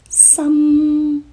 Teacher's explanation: 有看到口型的话，可能这个发音呢有点相像，但是粤语的别的正确发音在结束的时候，归音应该在一上面，就是我经常说的把气流截住收起来，如果气流开放了就变成了 B，结束音在一上面，如果气流截住了结束音在一上面，比跟比的分别，大家听清楚了吗？别再是比再，比再，演唱者将的发音非常准确，粤语是将将。嗯，将，结束音有鼻音，将在嗯鼻音嗯打开嘴巴发的一个鼻音，嗯，正。接下来我心是非常容易了，记住心是一个鼻唇音，我心，闭上嘴巴，心，闭上嘴巴的同时把气息送到鼻腔